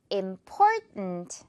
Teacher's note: important 이렇게 중간에 stop 걸고 가겠습니다.